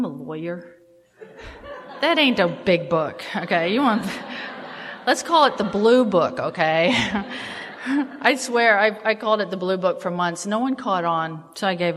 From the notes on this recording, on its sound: at the Live at Pine Lake speaker meeting held in Seattle